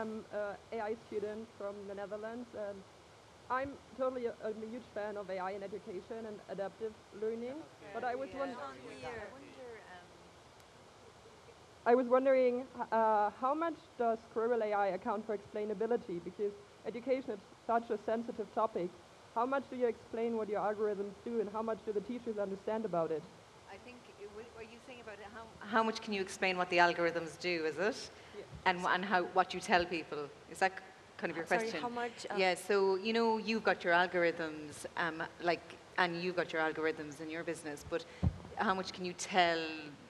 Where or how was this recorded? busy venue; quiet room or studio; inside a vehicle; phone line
busy venue